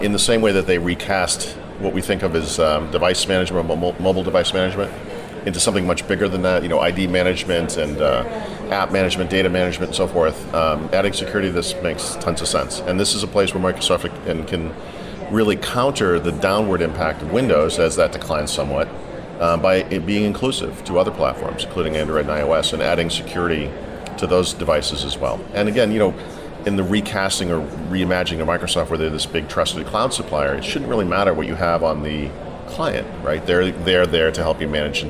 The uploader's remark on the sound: This episode comes from Microsoft’s Worldwide Partner Conference